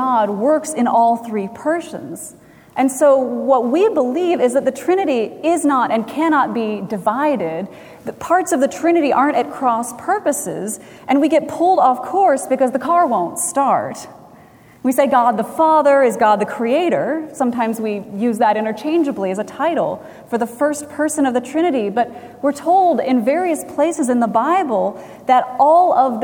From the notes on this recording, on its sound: Recorded June 11, 2017 at Trinity Presbyterian Church in Bixby, Oklahoma